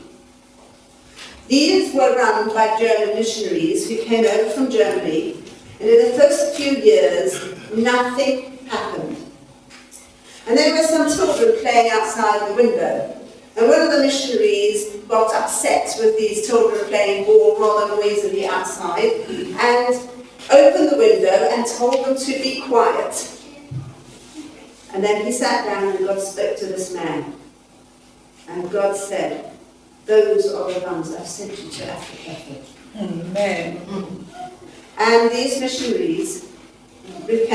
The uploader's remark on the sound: This lesson was recorded live at a training session.